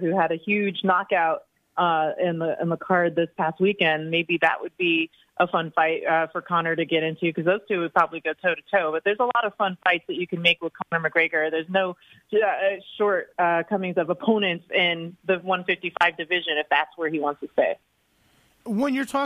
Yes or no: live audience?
no